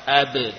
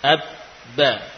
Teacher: Nah, ba yang sukun tersebut tidak dibaca qalqalah ab, namun diidghamkan abda, ya, diidghamkan, ya. Jadi ba yang bertasydid sama dengan dua huruf ba, ba yang pertama sukun lalu diidghamkan pada huruf ba yang berikutnya · Shown in: second take · abda, ya. Kalau ta bertasydid sama artinya dengan dua huruf ta, ta yang pertama sukun lalu diidghamkan ke dalam huruf ta yang berikutnya yang berharokat fathah, kasrah atau dhammah.